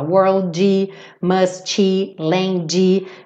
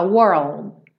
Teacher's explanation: eu fechei, eu formei o meu D, mas eu nem emiti aquele golpezinho de ar · Shown in: second take